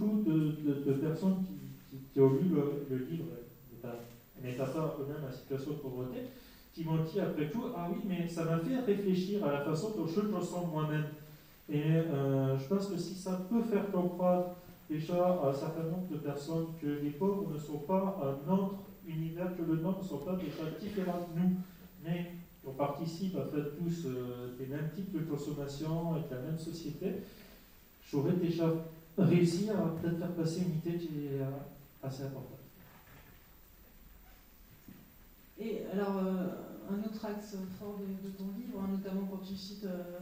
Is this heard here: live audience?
yes